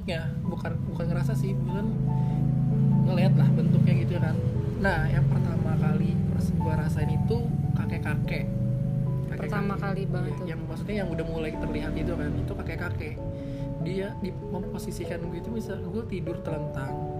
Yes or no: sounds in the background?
yes